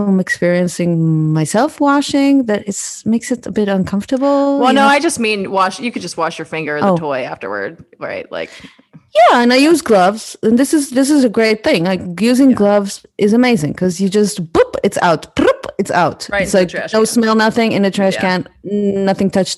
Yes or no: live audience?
no